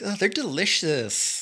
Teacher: I think they're delicious, but you have to say it with like vocal fry.